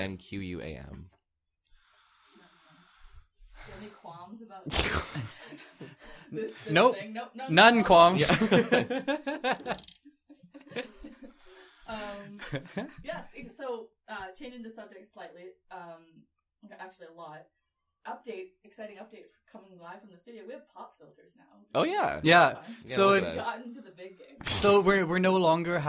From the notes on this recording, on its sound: Will we ever get through a season without audio problems? Struggles to make herself heard with a mic that isn’t even on!